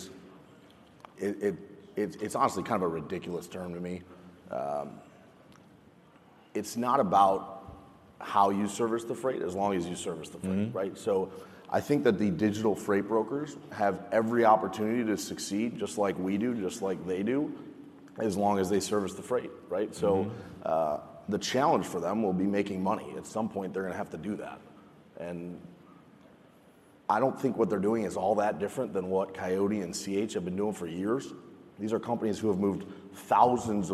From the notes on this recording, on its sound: lively session from FreightWaves LIVE: Chicago